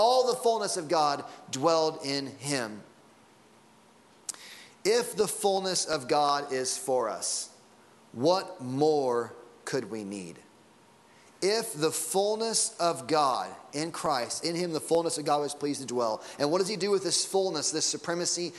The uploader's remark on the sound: Sunday Morning Sermon Audio.